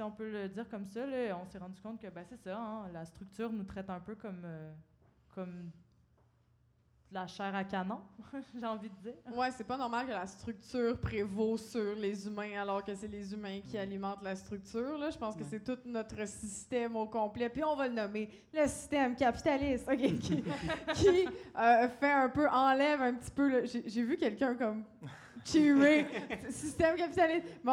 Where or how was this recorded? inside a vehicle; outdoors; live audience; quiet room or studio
live audience